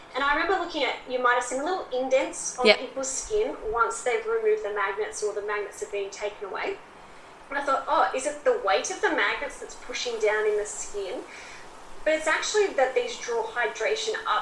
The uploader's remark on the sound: APOLOGIES FOR TODAY'S AUDIO!